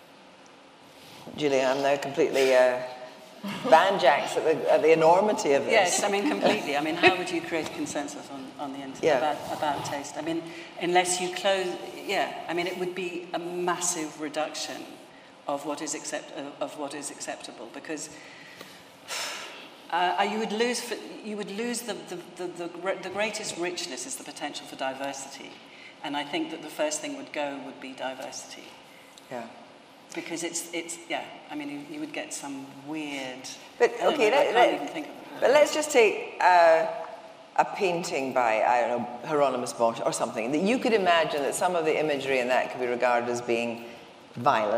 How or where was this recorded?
large echoing room